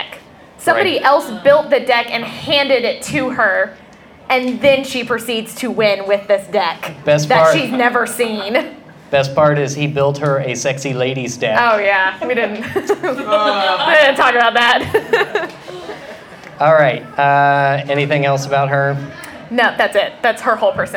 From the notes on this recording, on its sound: Live at AnimeCTX in Austin, TX.